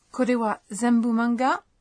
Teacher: Puisque vous avez omis deska, qui indique une question, vous devez vous assurer de hausser votre intonation.